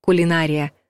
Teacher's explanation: По старой норме в этом слове ударение падает на третий слог